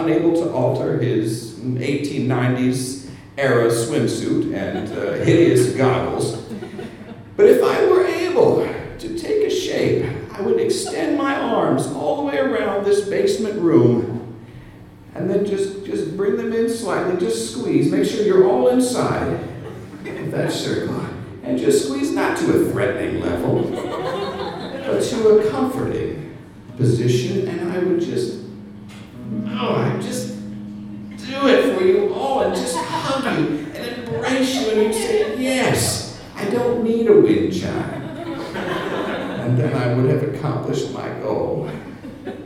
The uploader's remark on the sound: live episode, recorded April 2nd at The PIT in New York City